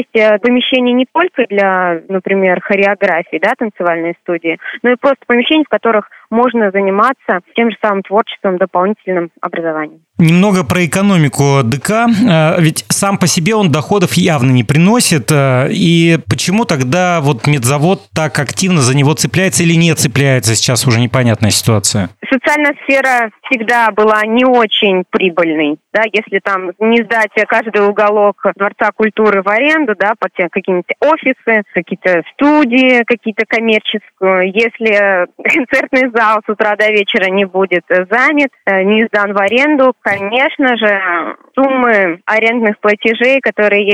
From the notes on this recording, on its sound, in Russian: Поговорить об этом в подкаст пришли худруки творческих студий «Вдохновение» и «Наваим». На связи по телефону — экс-директор дворца.